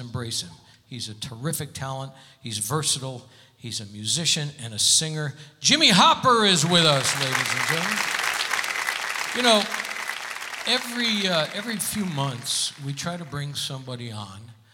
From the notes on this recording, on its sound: Live at the SouthPoint Casino